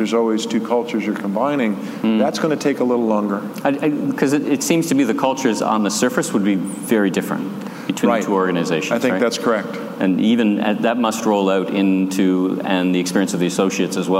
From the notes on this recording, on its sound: Live from the main stage at RCC’s #STORE2019 conference.